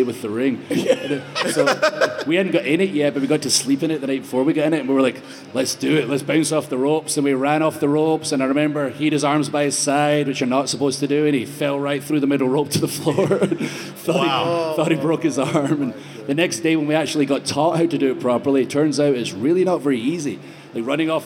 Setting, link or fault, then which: setting, live audience